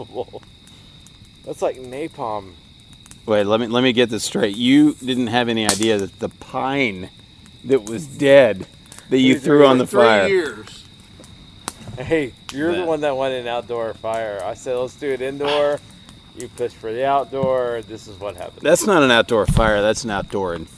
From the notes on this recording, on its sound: from the mountains surrounding Lake Burton to sit fireside